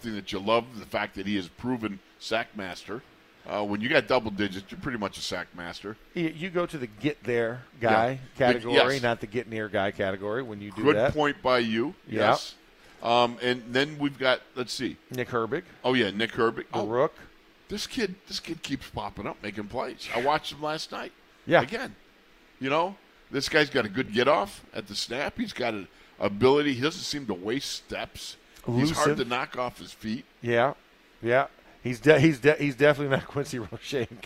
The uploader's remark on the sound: In the Locker Room Live from Steelers Camp Day 9